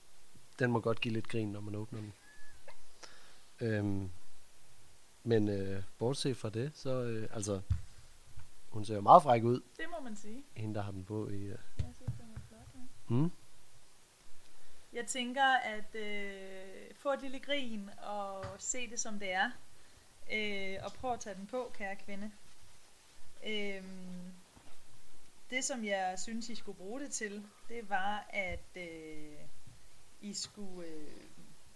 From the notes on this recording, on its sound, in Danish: Lyden kunne godt være bedre.